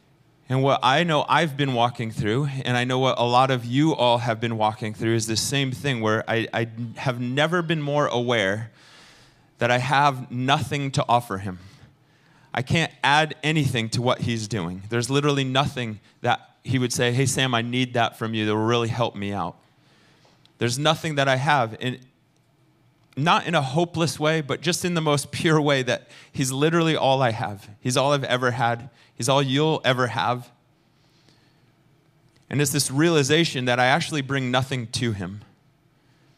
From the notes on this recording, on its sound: Recorded sunday evening service at Reunion Hawaii.